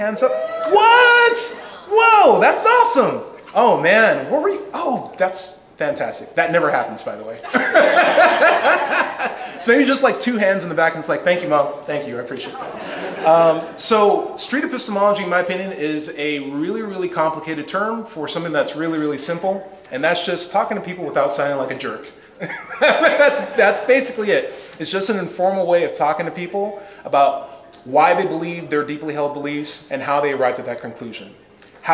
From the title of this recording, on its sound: Presentation | Let's Chat | Kentucky Freethought Convention